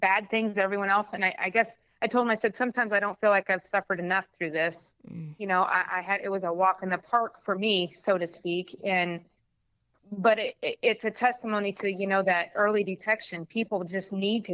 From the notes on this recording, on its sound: over the phone